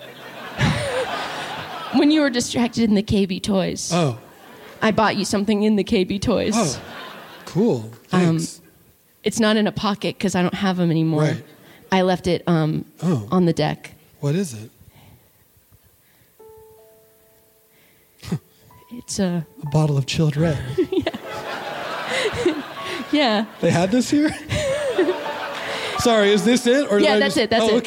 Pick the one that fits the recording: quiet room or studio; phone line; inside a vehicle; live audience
live audience